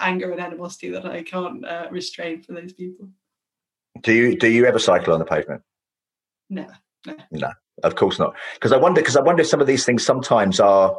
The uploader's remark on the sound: In this bonus episode, recorded in front of a live virtual audience.